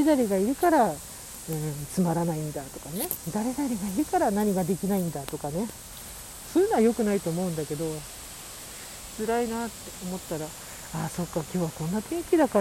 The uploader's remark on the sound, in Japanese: 久々の外収録 from Radiotalk。